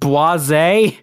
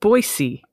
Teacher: With an unvoiced S. · Shown in: second take